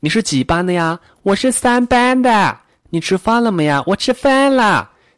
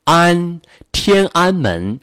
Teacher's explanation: 长沙湘北方言当中呢，这个安韵还有内蒙古地区、陕西地区，这个安张得不够开，就会很瘪 · Shown in: first take